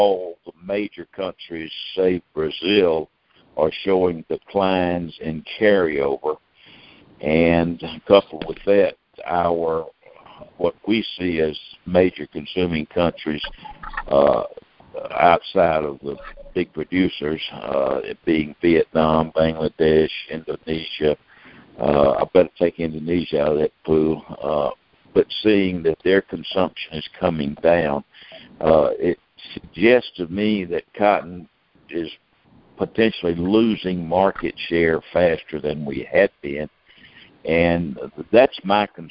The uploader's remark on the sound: Jan 2020 Monthly Conference Call